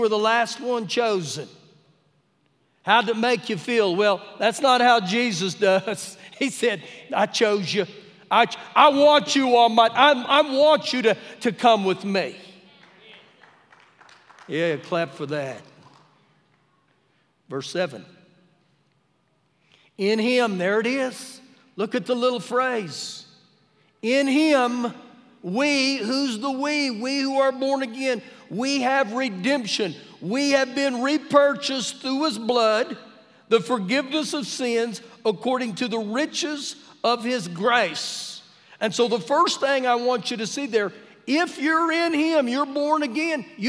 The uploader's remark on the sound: Recorded live during our Wednesday night service